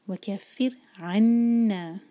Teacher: عین ہے یہ، اس کو حلق سے نکالیں گے. عنا، نون پر شدہ تو نون پر غنہ کریں گے، ہولڈ کریں گے آواز کو نون کی اور پھر دو حرکہ کھینچیں گے، مد تبعی ہے.